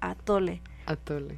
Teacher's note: Antes de que digas la vocal, hay un cierre, pero no te das cuenta. Es muy ligero, atole. · Term: saltillo